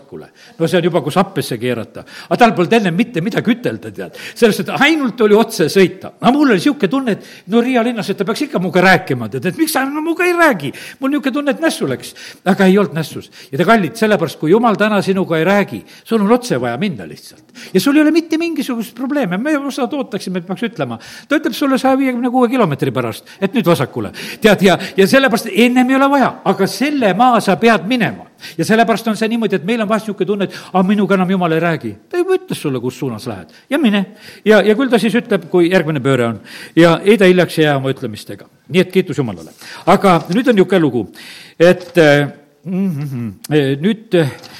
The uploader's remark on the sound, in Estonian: Audio salvestus koosolekult